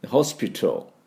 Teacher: タルと TA はあまり発音しません。発音してもちょっとだけ、または全く発音しなくてもいい。ホスピタル、トーですね。